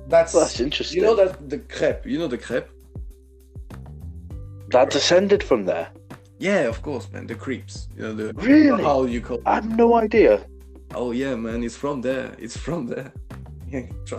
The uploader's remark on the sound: I need a new audio mic